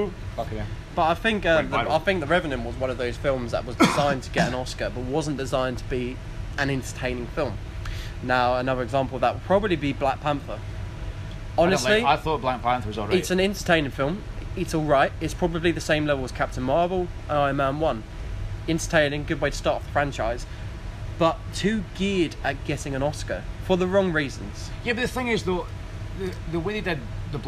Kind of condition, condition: setting, busy venue